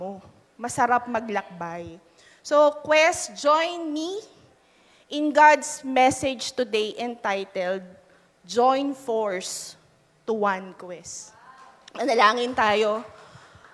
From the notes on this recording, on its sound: Live at Quest United 44th Anniversary.